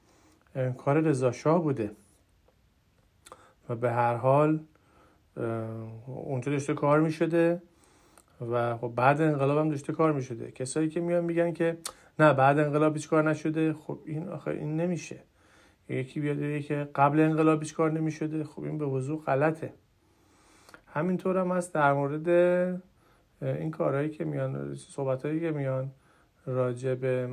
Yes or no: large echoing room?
no